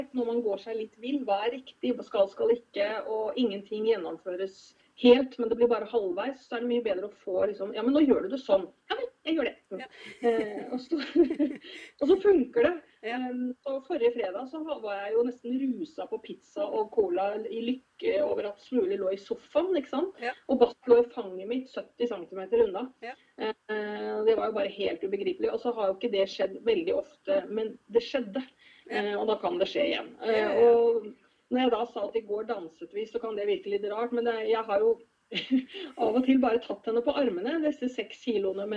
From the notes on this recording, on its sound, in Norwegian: Tok vi en skypetelefon. Litt distrahering med en grå liten kattepus, som vandrer på tastaturet og tilogmed setter rompa i webkameraet....